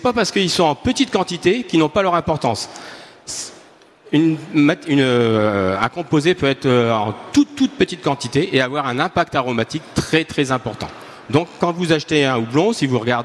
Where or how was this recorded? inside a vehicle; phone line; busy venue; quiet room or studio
busy venue